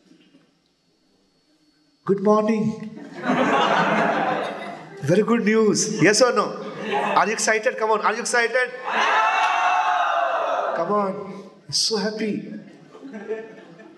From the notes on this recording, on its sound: Mayapur Yatra 2020. Audience : Camp devotees.